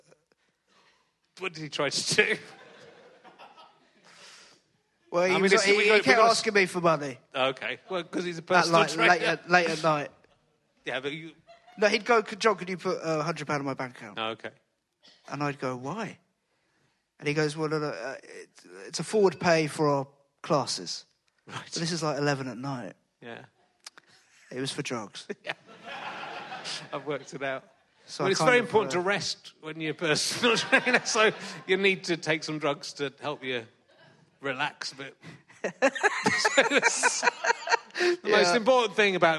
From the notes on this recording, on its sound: Is at the Leicester Comedy Festival. Thanks to the Leicester Comedy Festival for having us.